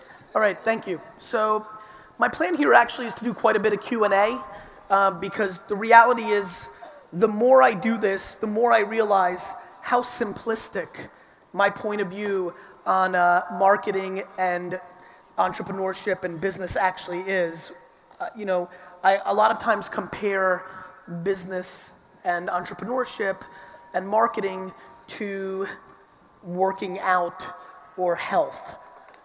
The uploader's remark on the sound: This episode is from a keynote. In Dubai.